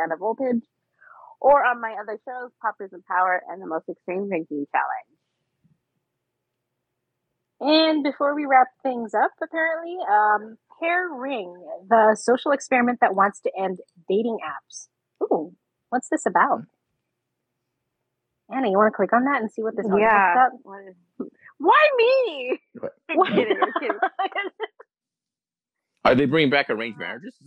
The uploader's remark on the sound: Especially with the audio problems and all.